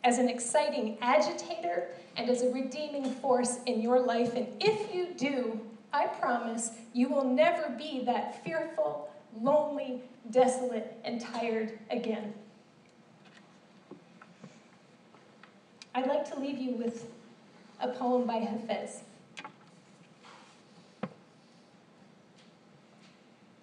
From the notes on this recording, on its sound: This special episode is a recording of an hour-long keynote address I gave in the fall of 2016.